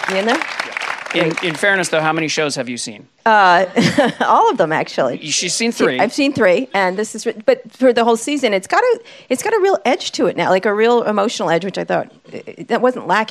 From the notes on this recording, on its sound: Live interview, recorded in San Francisco after the premiere of the first two episodes of Season Four.